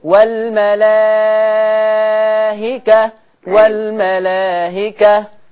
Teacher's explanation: يبقى لما أقف لحمزة أقف بتسهيل الهمزة مع المد والقصر